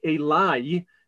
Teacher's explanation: that sound at the end is a diphthong, there's a y there, there's actually a consonantal yud, and therefore it's not ending on a vowel.